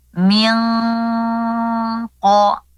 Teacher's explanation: Kemudian huruf qaf dari pangkal lidah, bersiap menyebut huruf qafnya.